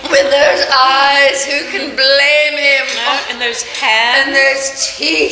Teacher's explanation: some of the words, like the syllables, get drawn out, like the way you say eyes, blame, even teeth